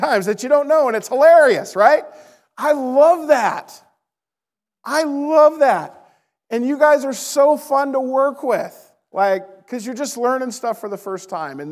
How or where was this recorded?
large echoing room